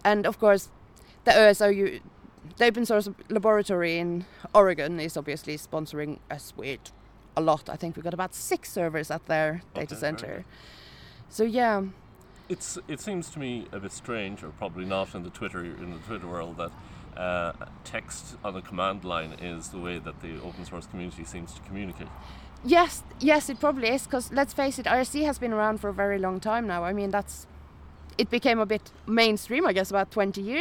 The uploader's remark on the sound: Todays show is a much delayed recording from OggCamp11.